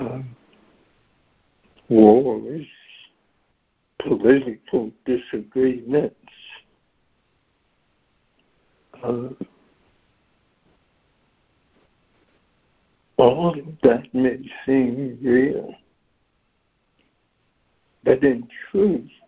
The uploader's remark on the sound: ACIM Daily Conference Call.